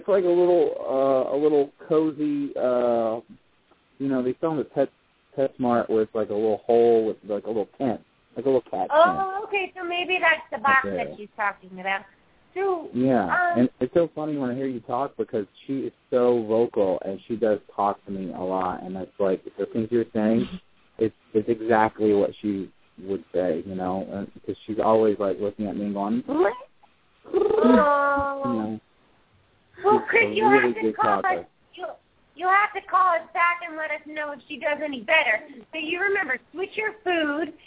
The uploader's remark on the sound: open up the lines for listeners to call